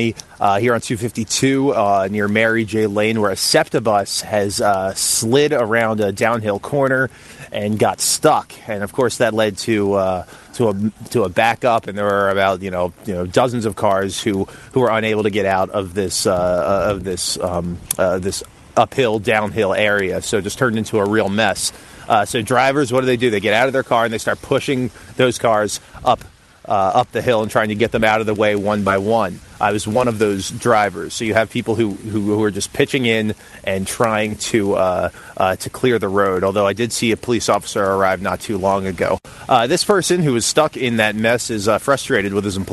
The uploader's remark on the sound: reports live from Newtown Square, Delaware County